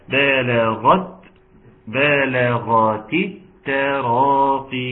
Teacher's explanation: كسر التاء لعدم التقاء الساكنين. كسر التاء بلغت، بلغت التراقي.